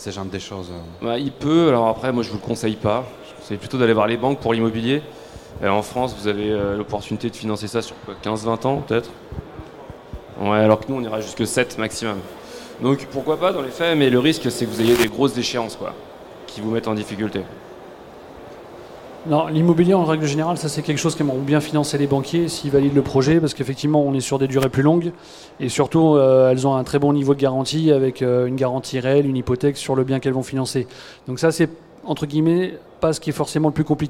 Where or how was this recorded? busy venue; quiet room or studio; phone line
busy venue